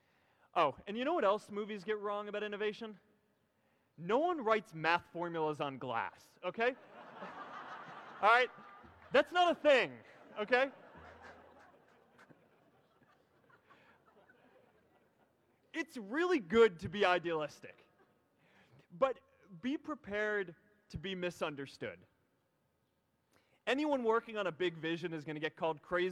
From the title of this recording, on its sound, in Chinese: 在哈佛大学的演讲